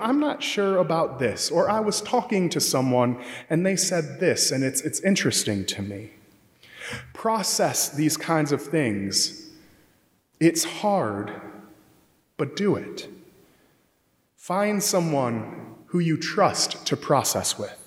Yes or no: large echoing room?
yes